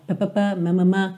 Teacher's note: Então, lábio com lábio, bilabial.